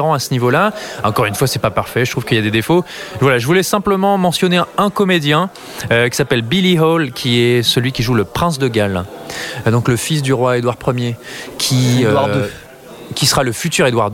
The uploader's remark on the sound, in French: Enregistré au Hurling pub (8 Rue Descartes, 75005 Paris), le samedi 10 novembre 2018.